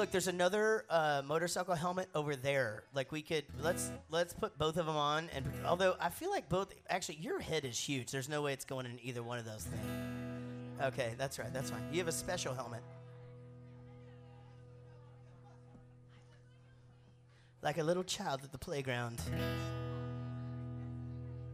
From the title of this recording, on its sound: LIVE from Hat Trick’s Sports Bar, Lewisville, TX